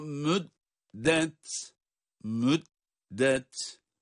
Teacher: dal harfi ince sonra da ta'yı kendi sesiyle çıkarıyoruz